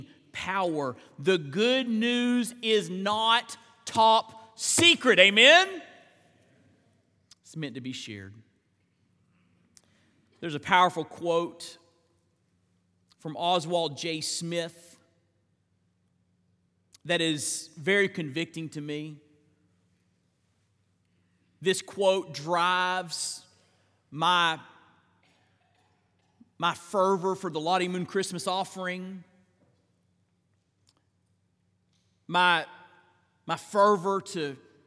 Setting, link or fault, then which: setting, large echoing room